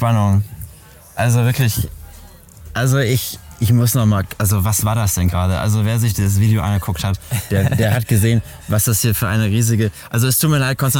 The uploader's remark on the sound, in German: Live beim Gallery Weekend